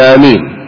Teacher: تسمعون كيف البعض يمدها آمين يعطيها سبع حركات أو ست، هذا لا أعرف دليله. وتخفف الميم فيقال آمين معناها اللهم استجب، تشديدها لا توافق معه تأمين الملائكة لفظا، فلا تقول آمين معناها قاصدين كما ذكرنا من قبل، ولا آمين البيت أي قاصدين، فخففها فقل آمين.